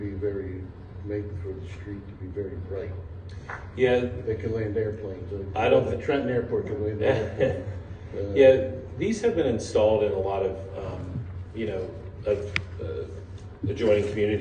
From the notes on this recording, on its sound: NewtownPA Board of Supervisors public meeting. This is an audio recording of the presentation and Q&A session that followed.